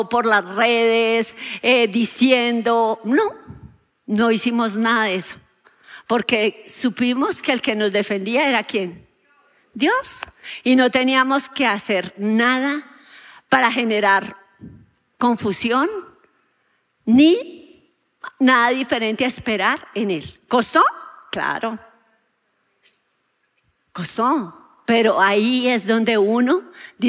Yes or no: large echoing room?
yes